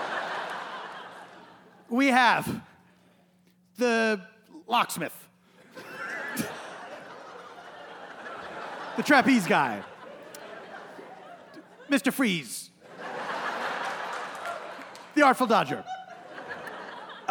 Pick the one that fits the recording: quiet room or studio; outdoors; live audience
live audience